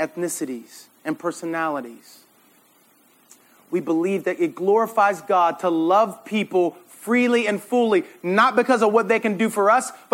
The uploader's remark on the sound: This sermon was preached at RUF summer conference in 2017.